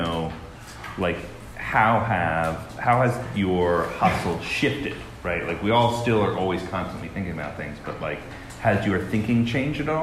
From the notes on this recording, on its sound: Our winter Live Show has finally arrived!